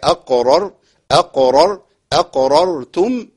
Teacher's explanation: الرأيين الاثنين مفخمين، الراء الأولى لأنها محركة بالفتح